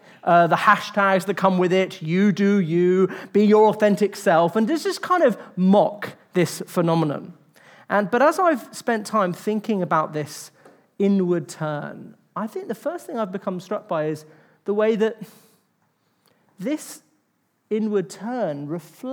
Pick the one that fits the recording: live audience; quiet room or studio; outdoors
live audience